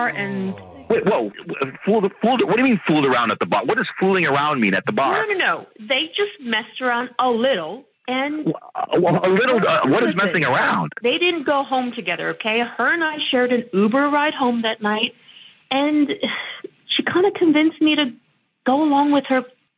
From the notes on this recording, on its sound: An Awkward Tuesday Phone Call.